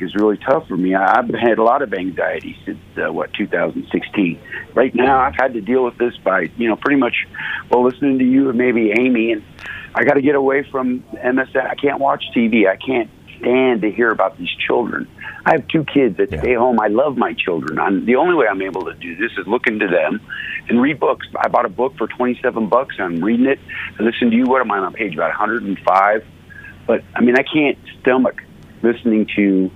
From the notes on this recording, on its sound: Listeners call in with comments and questions